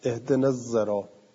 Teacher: اونهایی که میگن اهدنا الصراط به خاطر اینکه مؤاخات هست بین سین و تا، بین صراط با سین و تا، این به هم این قرابتی که دارن این سین را بدون اینکه باطلش بکنه سین را نگه میداره، اما یه حرف مجهور که ز باشه میاره · Term: اشمام زای